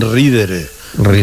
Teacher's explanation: Ridere, hombre, no voy a explicar por qué la D se pierde, pero porque cae. Una sonora entre dos vocales se pierde, pero eso va en la evolución de la lengua.